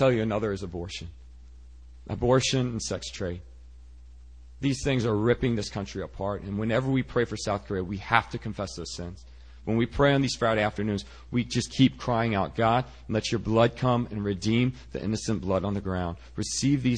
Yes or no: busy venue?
no